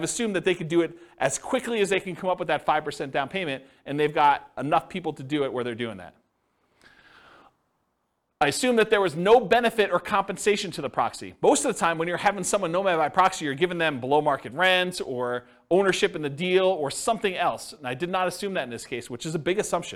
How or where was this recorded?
live audience